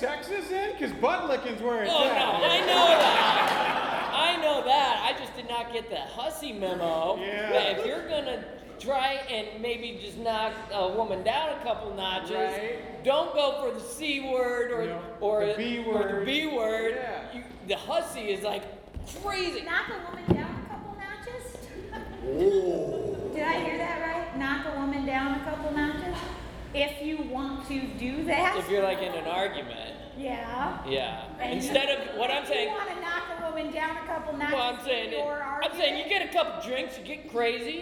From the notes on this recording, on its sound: 2016 Oktoberfest (Live). Live, uncensored, and completely improvised episode recorded last year at our soon-to-be-annual Oktoberfest show.